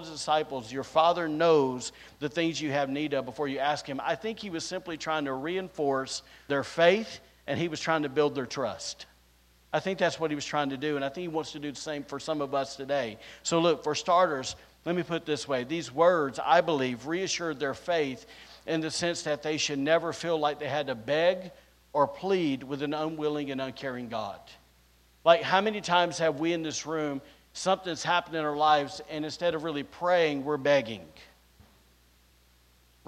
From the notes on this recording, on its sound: recorded on Sunday, March 12th, 2023, during service at The Anchor Church in Rockport, Maine